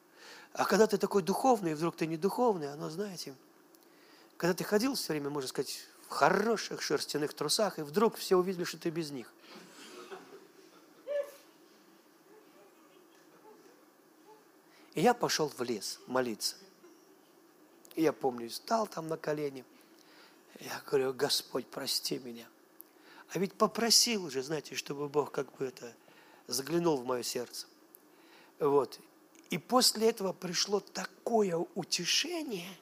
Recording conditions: large echoing room